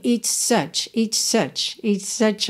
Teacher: Nessa ligação do it's such, às vezes a gente ouve quase um xizinho.